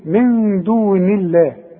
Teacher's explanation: ما دام النون مكسوره رقق لفظ الجلاله، ما دام الحرف اللي قبل لفظ الجلاله مكسور رقق